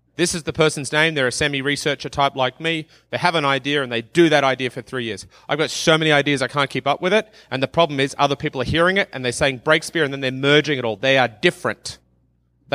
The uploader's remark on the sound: from the 2019 uLead conference in Banff, Alberta